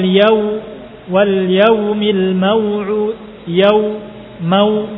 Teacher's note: Mau juga sama seperti syai tadi. Mau, ma, sempurna fathahnya baru pindah ke huruf waw.